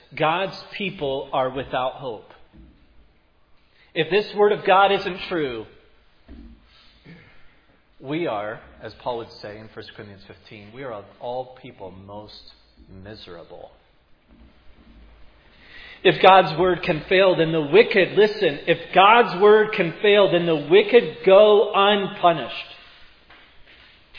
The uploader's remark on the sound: preached at Providence Church